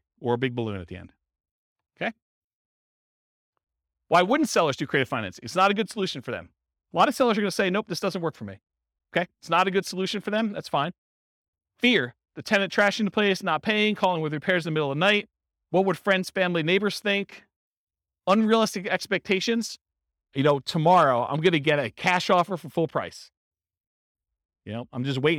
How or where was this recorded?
live audience